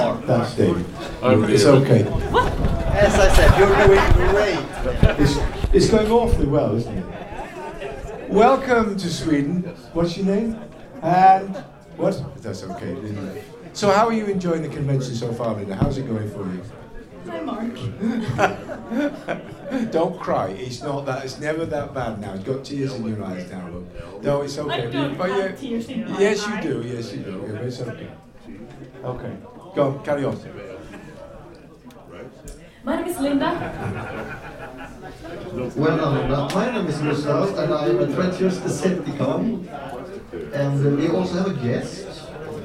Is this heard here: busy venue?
yes